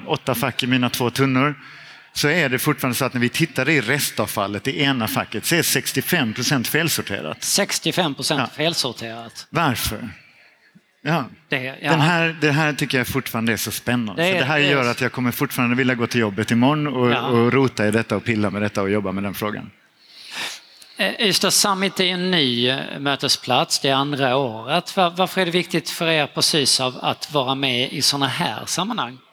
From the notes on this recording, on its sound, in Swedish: Live från Ystad Summit 2023